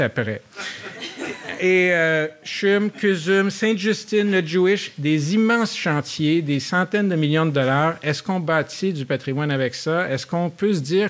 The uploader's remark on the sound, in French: La série Échanges urbains est enregistrée devant public au Musée McCord.